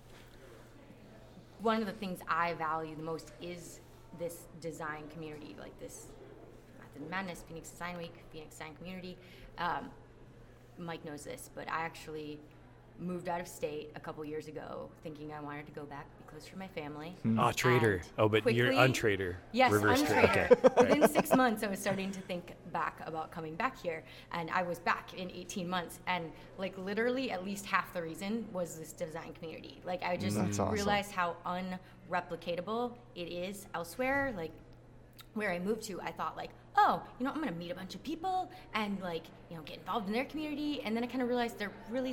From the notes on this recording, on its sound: Live Interviews from PHX Design Week 2017